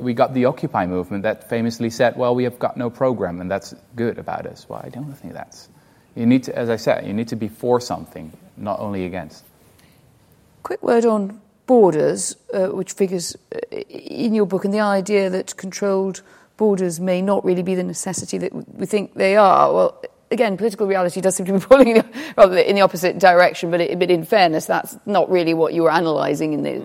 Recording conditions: live audience